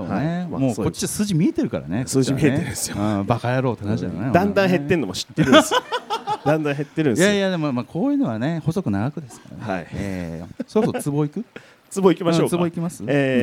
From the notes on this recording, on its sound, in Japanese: 公開収録（前編）。先日、大盛況のなか終演した公開収録の様子を編集してお送りします。